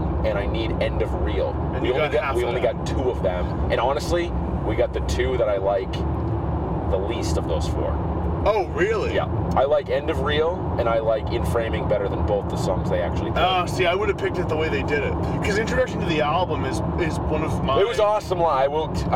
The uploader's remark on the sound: take to the open road and record while driving